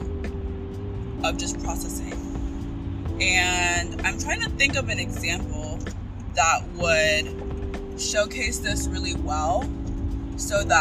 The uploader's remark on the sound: CarTalk. This episode and the next one have some background noise. I don't script or re-record episodes.